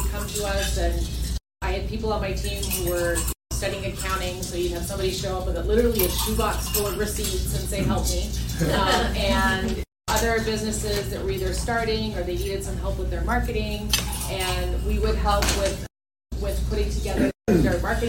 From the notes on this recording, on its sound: This podcast is a live recording of a marketing AMA at a small business event.